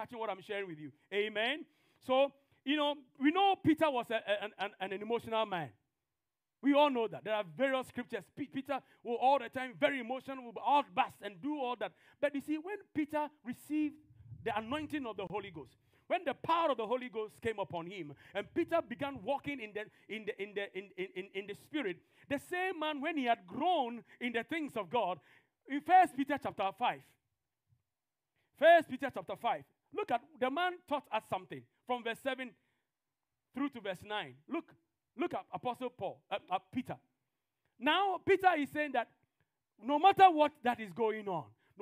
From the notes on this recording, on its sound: TFCC Sunday Service. This podcast is a live recording of a Sunday Service.